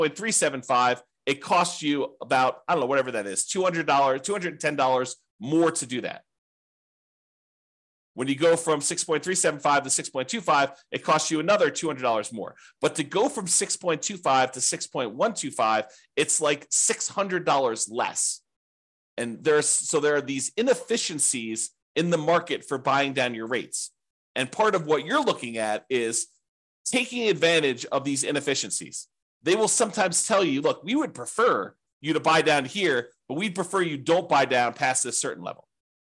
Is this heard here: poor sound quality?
no